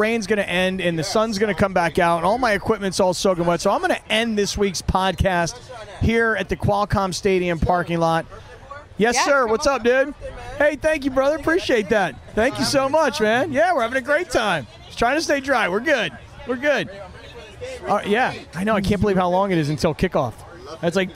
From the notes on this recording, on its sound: took his recording equipment to the Swoopin D tailgate and talked to everyone who stopped by the first ever Fleet game